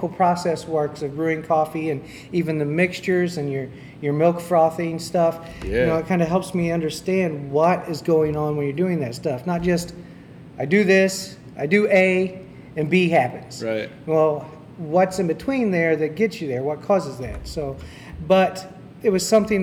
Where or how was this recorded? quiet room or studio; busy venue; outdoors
busy venue